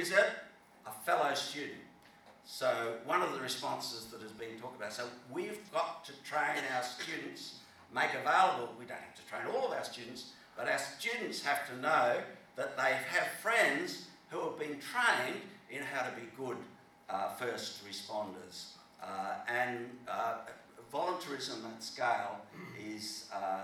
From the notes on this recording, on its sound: at the Restorative Practice Forum NI International Conference that took place in Belfast in 2019